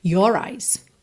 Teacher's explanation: Aqui, percebe que a gente enrola o R porque ele acaba funcionando como ligação entre as palavras your eyes, senão your eyes, não dá muita ligação, né?